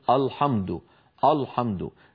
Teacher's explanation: في بعض البلاد من يفخم الهمزة فيقول الحمد الحمد